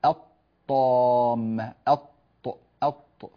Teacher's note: فننتقل إلى الطاء مباشرة ولا يوجد نطق للام مظهرة، يعني اللام منطوقة.